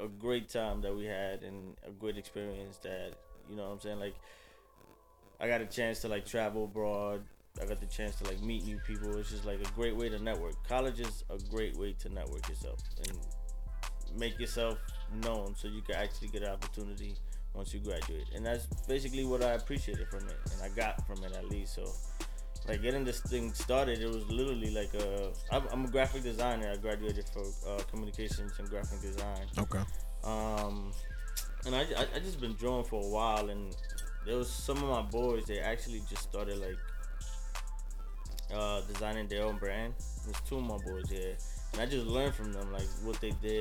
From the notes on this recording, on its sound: Due to some technical issues there is a little static during the recording. We addressed this issue AFTER this episode was recorded unfortunately!